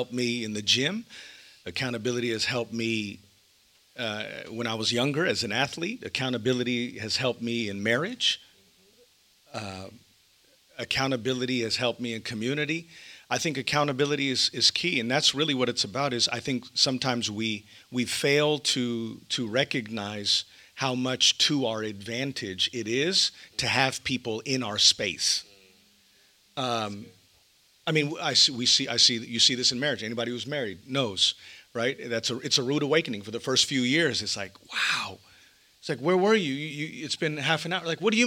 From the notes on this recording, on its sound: Stand Firm Tour Dallas Live Show